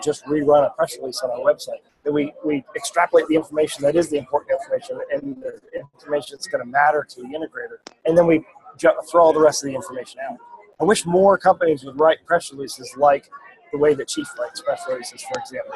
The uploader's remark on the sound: live from the ISE show